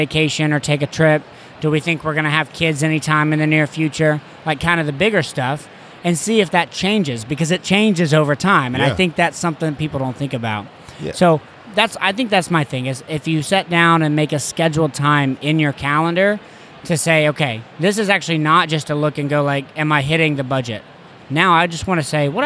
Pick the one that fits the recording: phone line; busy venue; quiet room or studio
busy venue